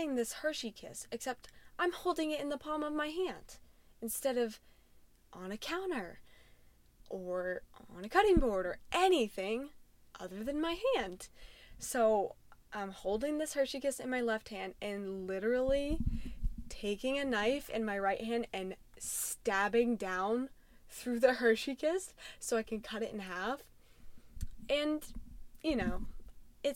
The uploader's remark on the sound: Sorry about the microphone moving in the background....